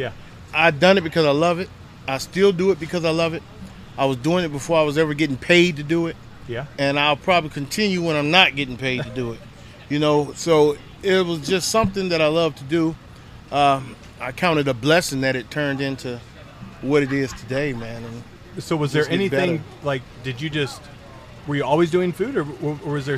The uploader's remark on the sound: Once again we are live from the Primo BBQ Bash in Poplar Bluff